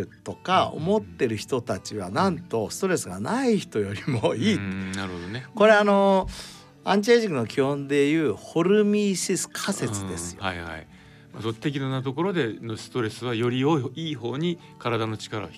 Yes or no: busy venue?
no